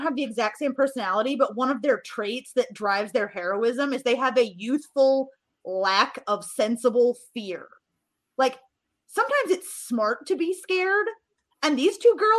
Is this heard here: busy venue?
no